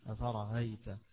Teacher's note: بتسهيل الهمزة بين الهمزة والياء · Term: التسهيل